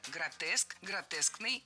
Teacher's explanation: предпочтительным вариантом будет слово «гротескный» с однозначным ударением на втором слоге. Вариант «гротесковый» тоже допустим, но ударение на втором слоге сохраняется.